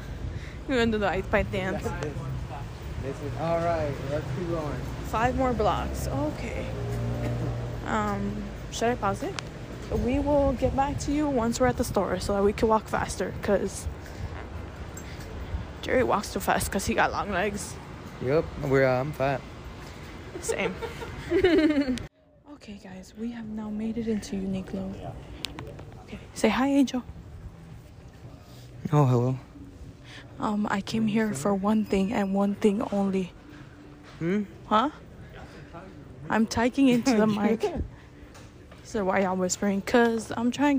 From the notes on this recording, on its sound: we take a trip Downtown and to Chinatown and we record our whole day from start to finish